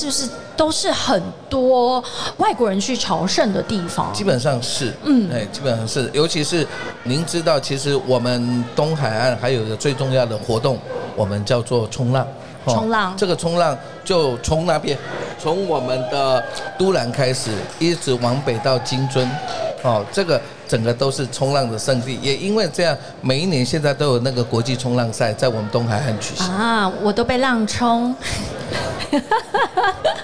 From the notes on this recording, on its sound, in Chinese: 2022 Taipei Cycle台北國際自行車展-Live Podcast。